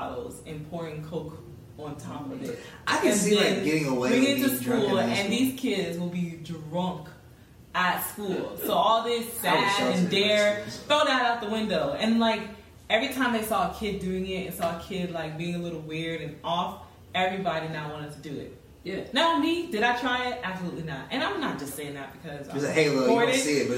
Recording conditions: poor sound quality